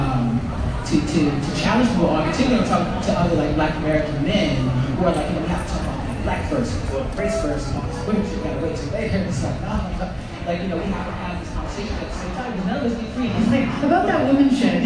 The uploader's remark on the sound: Live from #MascOff